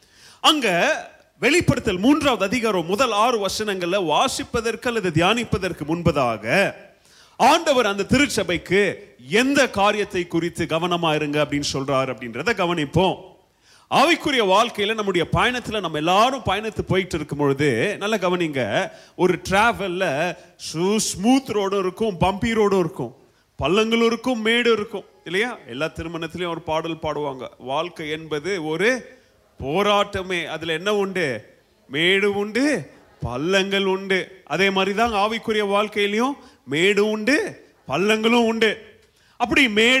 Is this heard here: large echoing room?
yes